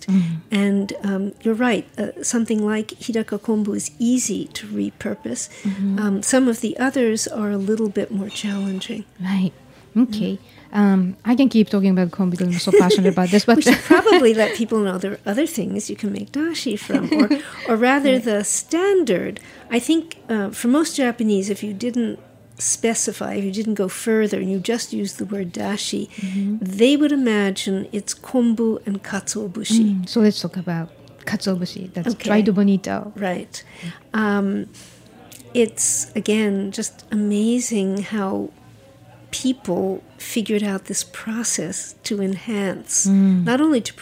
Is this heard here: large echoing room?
no